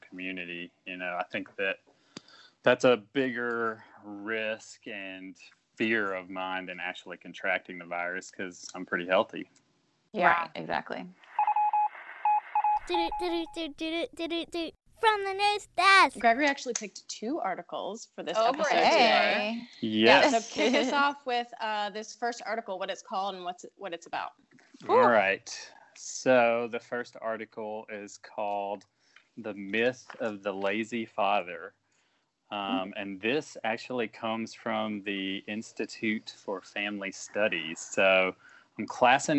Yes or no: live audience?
no